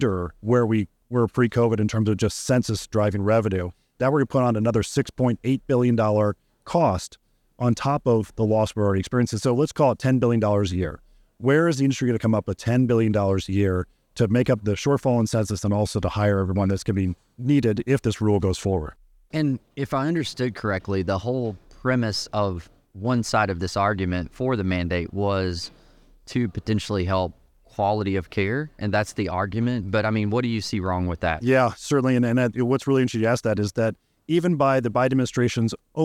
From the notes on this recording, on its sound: This episode was recorded at the NIC Fall Conference .